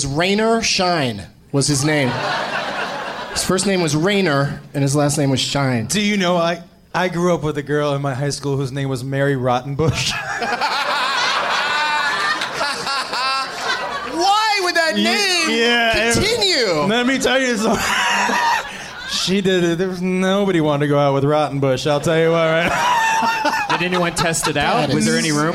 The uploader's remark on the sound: Live from the Funny Bone in Columbus, OH